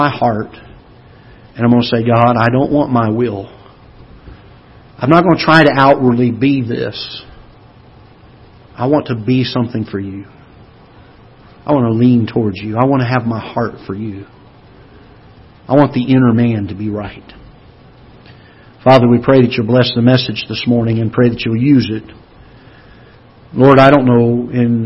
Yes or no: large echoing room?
yes